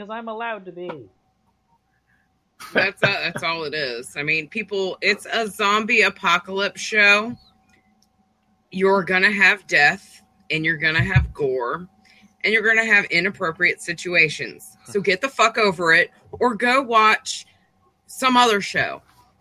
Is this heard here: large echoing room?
no